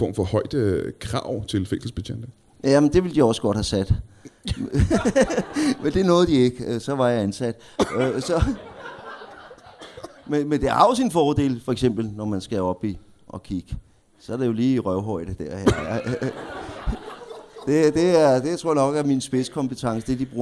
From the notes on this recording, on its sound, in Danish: LIVE fra HCA Comedy Festival.